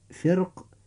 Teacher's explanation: وهذه الحالة لم ترد في القرآن الكريم إلا كلمة واحدة، وهي كلمة فرق، كما جاءت في سورة الشعراء. كلمة فرق، هذه الراء في هذه الكلمة ساكنة وبعدها حرف من حروف الاستعلاء المكسور وهو حرف القاف، فيجب في هذه الحالة أن نرقق الراء عند النطق ولنا أيضا أن نفخمها. · Term: جواز التفخيم أو الترقيق